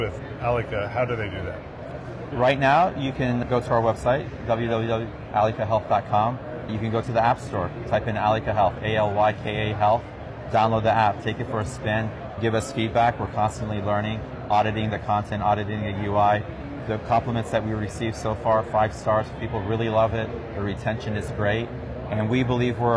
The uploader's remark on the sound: an Interview in Action live from ViVe 2023